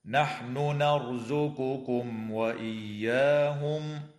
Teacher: وتظهر الميم الساكنة عند الواو في قوله تعالى: نرزقكم وإياهم